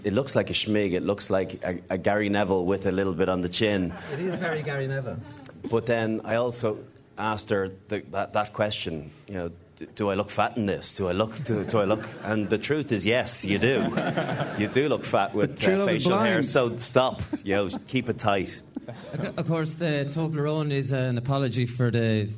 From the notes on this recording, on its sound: live in Drogheda